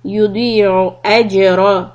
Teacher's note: Jim sukun qalqala ra heavy.